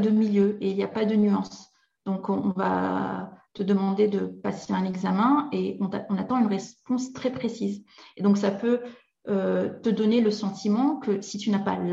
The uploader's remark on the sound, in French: Dans cet épisode tiré de mes archives de webinaire